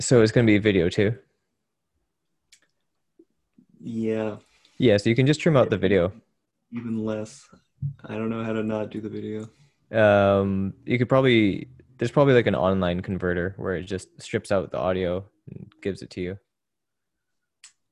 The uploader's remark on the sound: Zoom call.